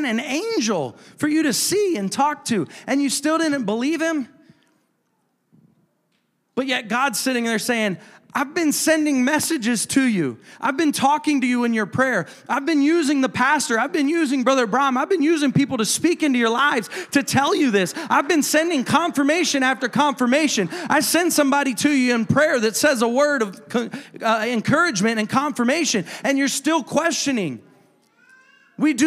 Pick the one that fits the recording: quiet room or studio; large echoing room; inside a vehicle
large echoing room